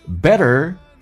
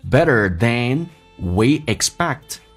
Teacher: T 发 D 这个发音在美式发音